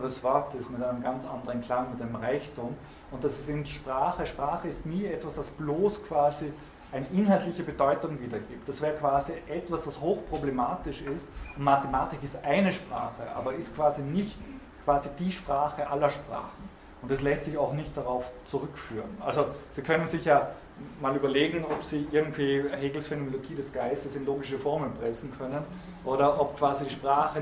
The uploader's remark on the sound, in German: Diese Vorlesung wurde von Studierenden aufgenommen